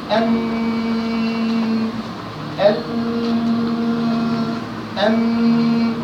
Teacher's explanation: الراس مع لثة الثانيتين فقط مع النون